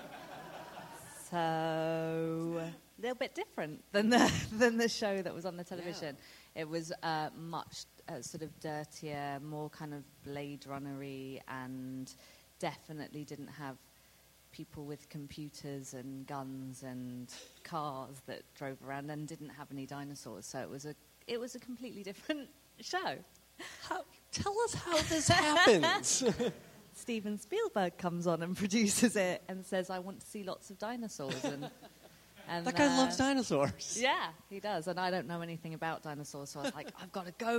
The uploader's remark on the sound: Recorded live at the Austin Film Festival on October 24, 2013.